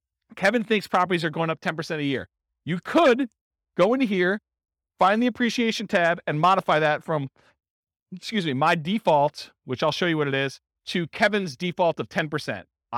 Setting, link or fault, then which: setting, live audience